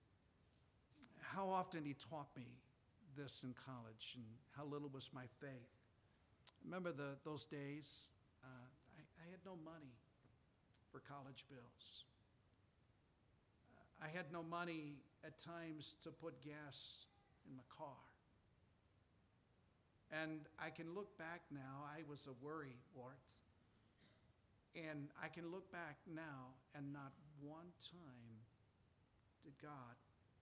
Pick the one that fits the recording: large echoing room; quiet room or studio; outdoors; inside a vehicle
large echoing room